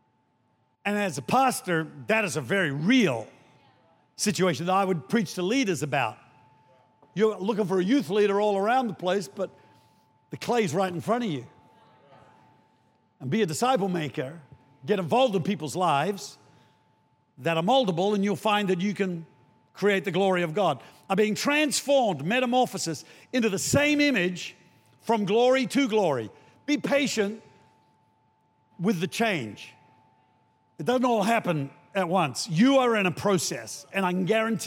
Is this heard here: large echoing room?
yes